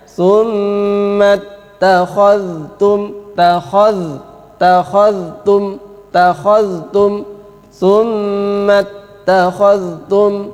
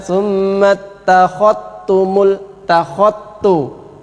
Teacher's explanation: Dzal bertemu dengan ta, Imam Hafiz membaca dengan izhar. · Shown in: first take · Maka dzalnya harus jelas.